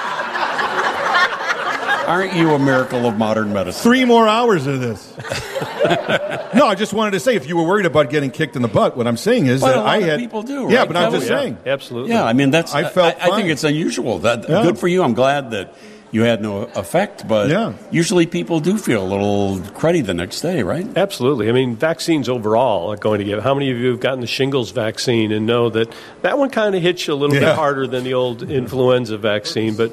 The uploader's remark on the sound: Live from Treetime Christmas Creations! The annual show at Treetime in Lake Barrington!